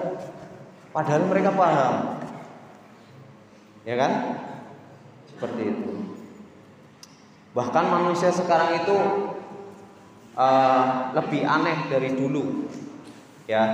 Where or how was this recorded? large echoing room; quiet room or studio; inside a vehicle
large echoing room